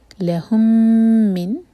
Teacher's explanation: میم اور میم کا ادغام، ادغام متماثل تو الگ الگ نہیں پڑھیں گے، اکٹھا